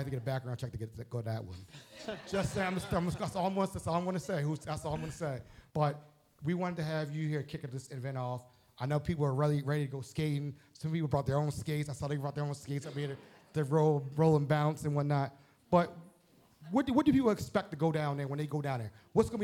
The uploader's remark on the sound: In our first live show at the Baltimore Peninsula. The episode was taped in front of a sold-out audience in the Penthouse Suite at the Baltimore Peninsula.